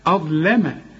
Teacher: الظاء فخمها ورقق قبلها الهمزة واللام رققها